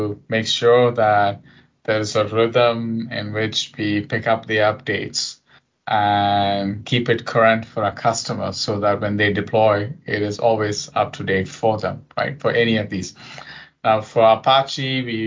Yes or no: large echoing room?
no